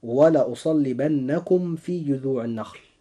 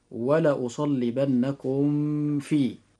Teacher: حرف الميم الساكن حينما يجيء بعده حرف الفاء لابد أن نفصل بينهما فصلا تاما عند القراءة · Shown in: first take · والقراءة السابقة وهي ولأصلبنكم في تعد من قبيل الخطأ، وذلك لأن مخرج الفاء قريب جدا من مخرج الميم، فهنا تقارب مخرجا، فالقراءة لابد أن تكون هكذا: ولأصلبنكم في. · Term: الإظهار الشفوي